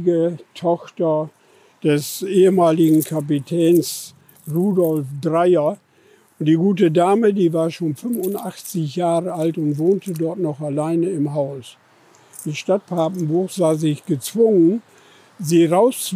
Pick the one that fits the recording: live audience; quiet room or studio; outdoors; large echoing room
outdoors